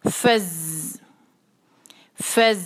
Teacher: ف ف، پھر اس کے بعد ہم نے اس کو ملایا زا کے ساتھ. زا کی آواز جو ہے وہ تیز ہوتی ہے، اس میں ایک جو ہے وہ سیٹی جیسی آواز ہوتی ہے